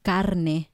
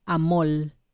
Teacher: muchas veces las R's las cambian por L · Shown in: second take · como por ejemplo en lugar de decir carne, dicen calne.